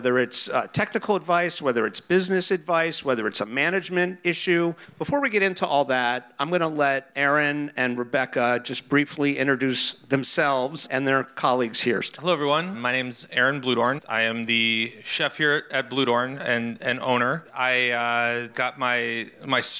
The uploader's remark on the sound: LIVE! from an On the Line dinner in Houston. This episode was recorded LIVE before an audience of Houston line cooks at an On the Line dinner at Bludorn restaurant.